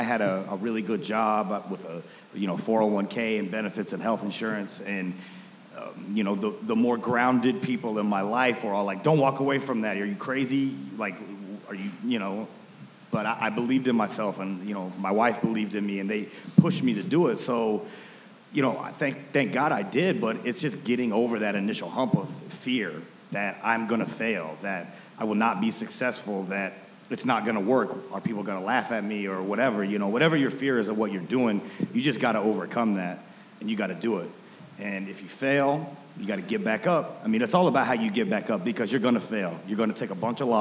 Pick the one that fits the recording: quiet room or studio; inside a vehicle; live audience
live audience